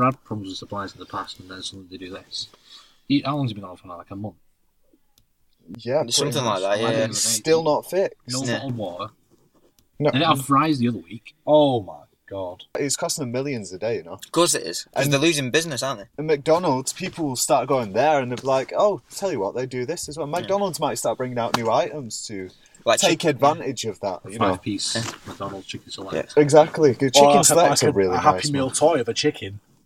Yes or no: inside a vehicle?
yes